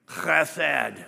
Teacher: You got to have that grovelly sound in the back of your throat.